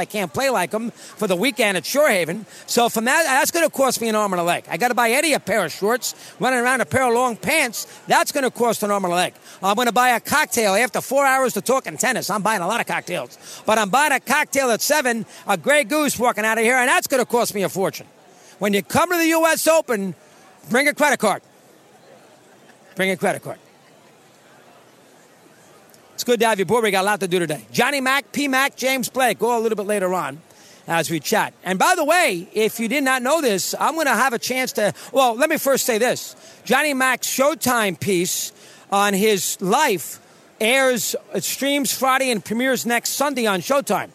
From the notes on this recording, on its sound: broadcasting LIVE from the opening day of the US Open